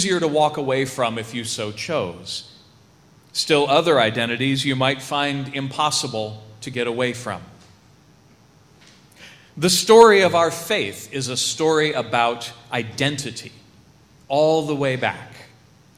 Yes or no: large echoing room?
yes